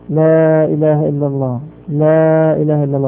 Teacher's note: في استطاعتك أن تقول هذه الجملة دون أن تحرك الشفتين